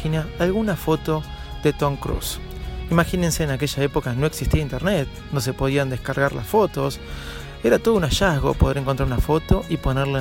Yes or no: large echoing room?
no